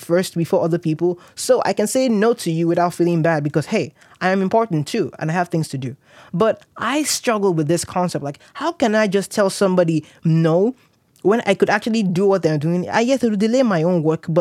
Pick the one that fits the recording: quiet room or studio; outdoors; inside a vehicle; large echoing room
quiet room or studio